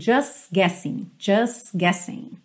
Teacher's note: o T do just não aparecer, e eu já junto o S na próxima palavra. Então, eu tenho just guessing.